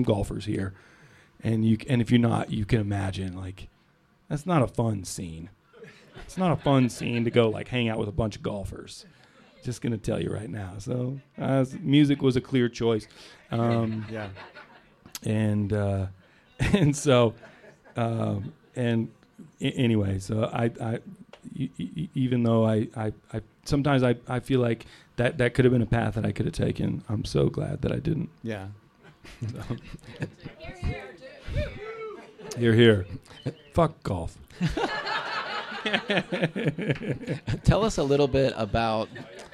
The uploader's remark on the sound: Recorded live at Spirit Hound Distillers in Lyons, Colorado.